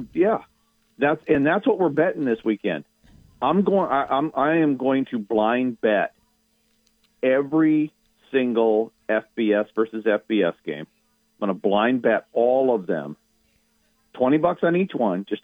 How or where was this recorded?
phone line